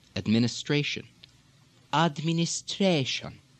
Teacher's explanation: Again, the inflection goes up and stays up on that word, administration. · Term: upward lilt